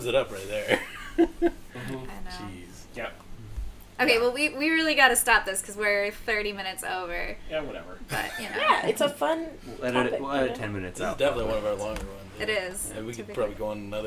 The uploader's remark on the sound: We have a special guest, so sorry if the audio isn't as good only using one microphone made it a bit difficult.